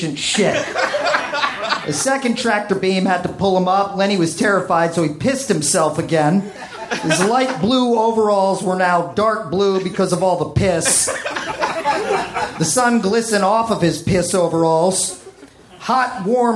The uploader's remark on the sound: Recorded September 21, 2014 at The Virgil in Los Angeles.